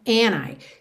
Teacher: é uma possibilidade você ignorar esse D e juntar direto no N